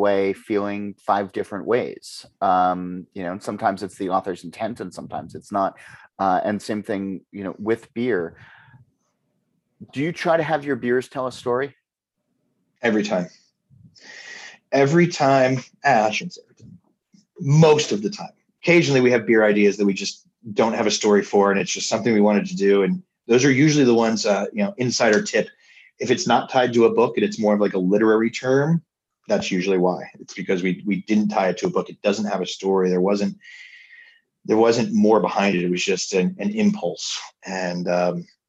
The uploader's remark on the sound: recorded over zoom